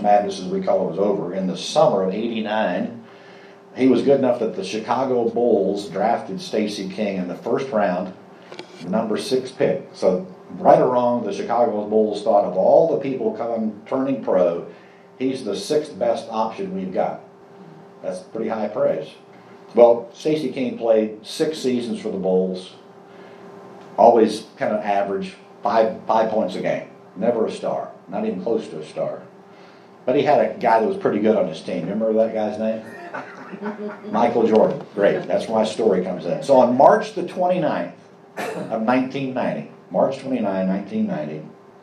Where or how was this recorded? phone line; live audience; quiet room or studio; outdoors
live audience